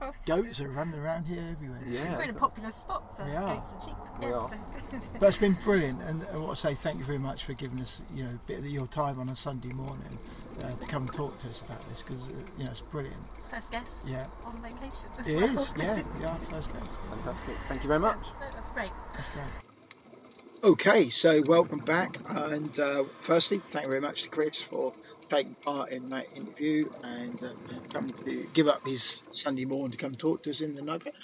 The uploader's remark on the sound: We are on location in Cheddar Gorge, a limestone valley in the UK recording on the Ford Custom Transit Nugget.